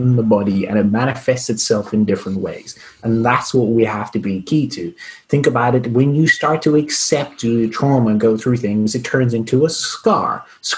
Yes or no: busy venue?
no